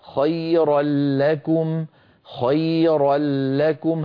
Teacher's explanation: هذا دليل على أن النون قد أدغمت إدغاما كاملا في اللام التي بعدها · Term: الإدغام الكامل